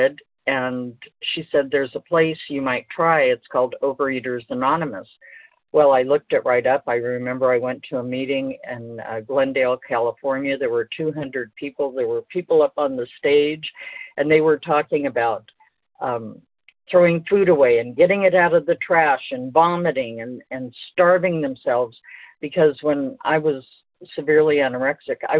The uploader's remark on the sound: 100 Pounders Phone Meeting.